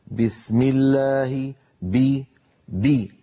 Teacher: شديدة مجهورة، هي حرف قوي، الباء قوية جدا لأن فيها شدة، فيها انحباس الصوت والنفس. بسم الله الرحمن الرحيم، فلا يصح أن يقول أحدنا بسم الله، وكأن الباء صارت ممعوسة مهروسة، صوتها ضعيف جدا بسبب ترك شدتها. · والفرق بارك الله فيكم بين بي وبي أن بي مجهورة أب بي بي وبي مهموسة بي مهموسة. فالباء الفصيحة العربية الصحيحة مجهورة شديدة، لا بد من بيان انحباس كلا الأمرين الصوت والنفس عند نطقها